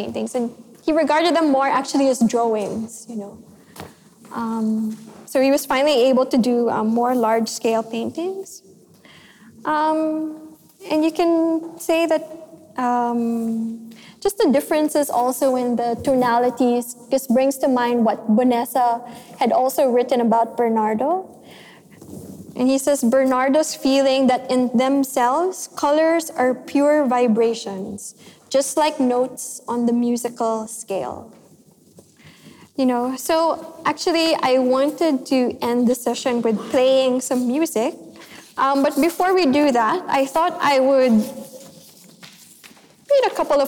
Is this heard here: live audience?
yes